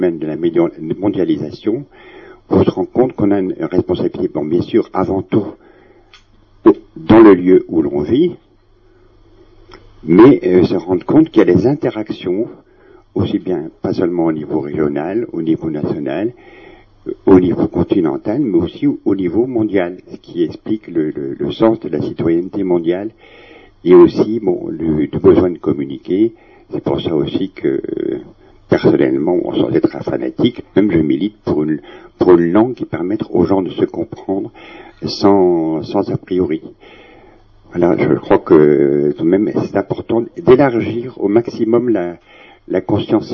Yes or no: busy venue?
no